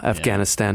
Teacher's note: Americans typically put the emphasis on the second syllable